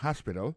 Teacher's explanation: alors accent tombe sur premier syllabe